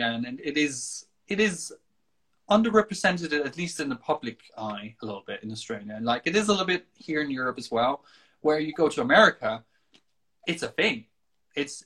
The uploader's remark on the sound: Recorded on 15 August 2020 on Instagram Live